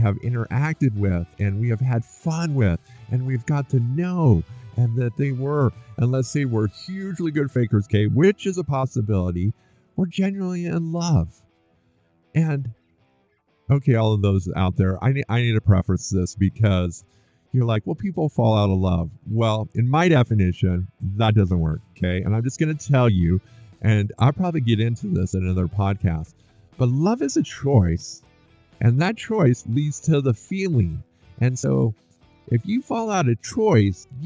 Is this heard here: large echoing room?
no